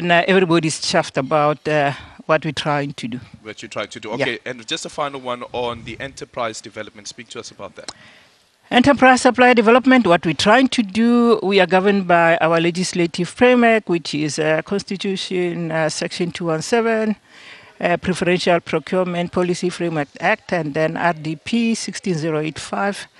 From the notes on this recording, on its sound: We are coming to you live from the Kruger National Park where SANPARKS will commemorate the 18th South African National Parks Week.